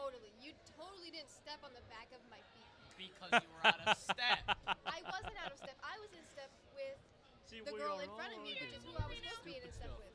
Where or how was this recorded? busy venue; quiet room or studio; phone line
busy venue